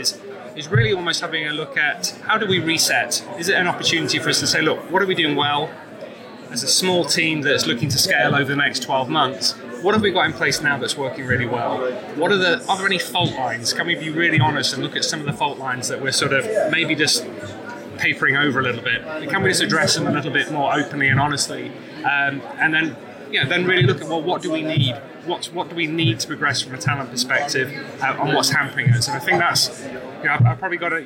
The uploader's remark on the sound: During two days of workshops, fireside chats and talks, we grabbed 14 leaders and founders to share their views on the sector, and tell us why they were there. The selection from the conference floor.